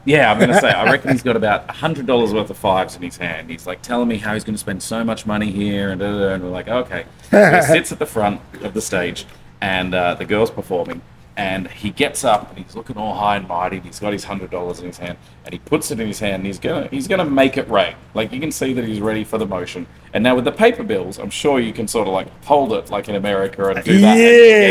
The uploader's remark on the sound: Speak about the nightlife scene on location inside of Lamplighter Bar in beautiful Gastown, Downtown Vancouver, B.C.